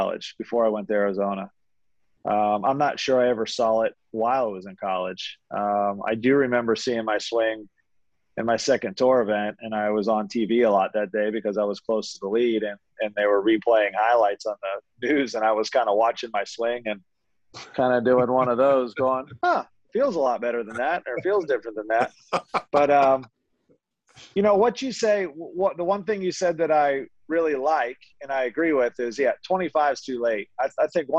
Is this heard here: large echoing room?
no